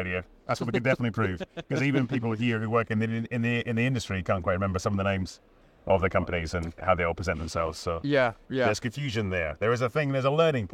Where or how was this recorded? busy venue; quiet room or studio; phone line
busy venue